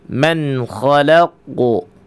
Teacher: huruf kha termasuk al-wasat al-halq, di bagian pertengahan tenggorokan.